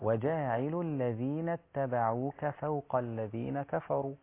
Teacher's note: العين رقيقه جدا، لو غلظت العين اصبحت في غير ادائها الصحيح. وجاعل الذين اتبعوك فوق الذين كفروا.